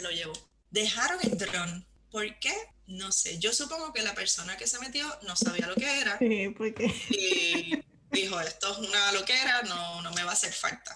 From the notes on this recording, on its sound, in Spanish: Nos conectamos a través de Zoom desde Nueva York a Madrid, España. Interview recorded in Spanish.